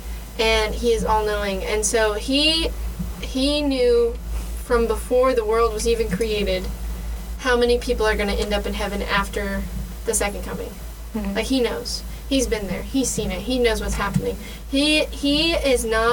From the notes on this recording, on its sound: apologies for the weird fuzzy sound